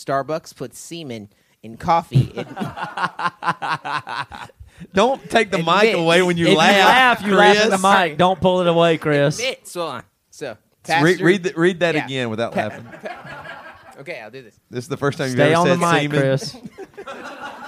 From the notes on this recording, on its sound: BC LIVE from Indianapolis. We also answer questions from members of the audience.